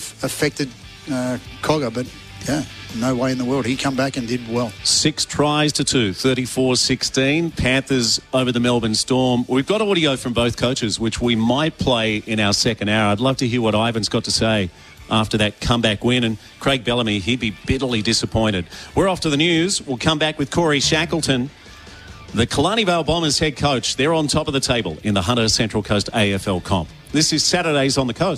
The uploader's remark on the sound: live from Shelly Beach lifesaving club